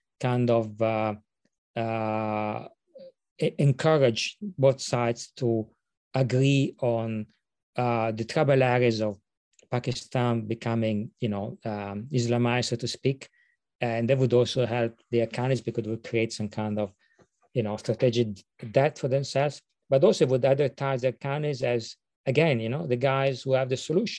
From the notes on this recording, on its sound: This public talk was conducted online via Zoom.